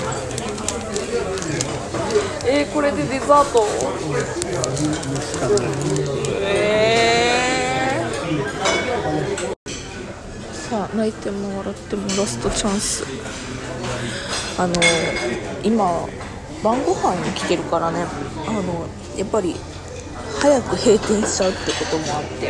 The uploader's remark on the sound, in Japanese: 雑音がいつにも増して多めでわかりにくい音声で申し訳ありません。